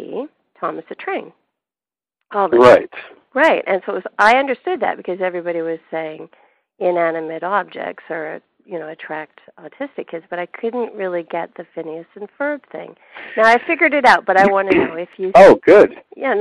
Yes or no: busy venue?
no